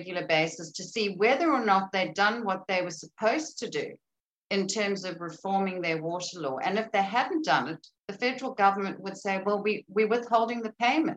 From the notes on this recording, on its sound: This event was held via Zoom.